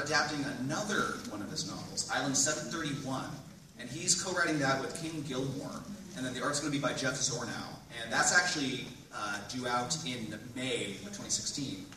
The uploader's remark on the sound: It's the American Gothic Press Podcast, live from our WonderCon 2016 panel at the Los Angeles Convention Center! Apologies for the audio quality.